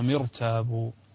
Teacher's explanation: هنا الراء ساكنة وقبلها مكسور لكن الكسر ليس أصليا لذلك تفخم الراء